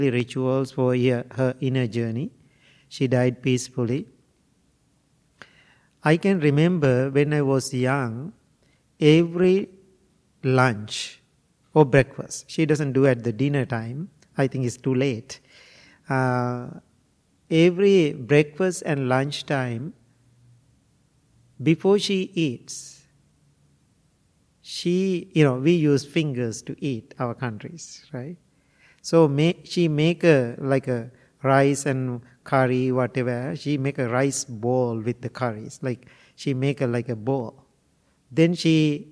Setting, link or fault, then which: setting, large echoing room